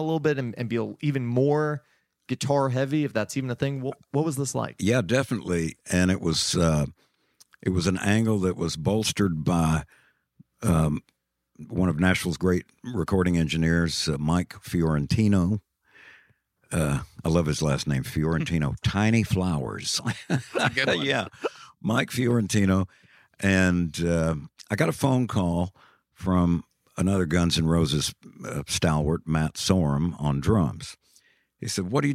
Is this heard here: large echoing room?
no